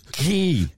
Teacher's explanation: Because there's a H in it, isn't there? Ghee comes from the back of the throat.